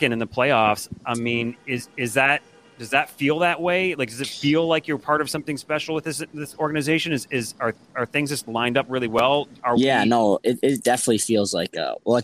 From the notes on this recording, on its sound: from a coffee shop in Kingston